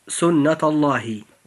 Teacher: أيها الإخوة، نجد أن كلمة سنة تنتهي بالحرف حرف التاء المربوطة، وهو حرف مفتوح، وفي النطق نجد أننا ننطق حرف اللام في لفظ الجلالة بعده مباشرة، فإذا جاء قبل اللام الموجودة في لفظ الجلالة في أي كلمة جاء قبله حرف مفتوح مثل التاء الموجودة في كلمة سنة، فإن هذا الحرف يجب أن يفخم، فتنطق هذه العبارة هكذا: سنة الله. · Term: التفخيم